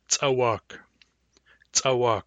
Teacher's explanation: Hard C says ts. It's the same as plain C, but with glottalization.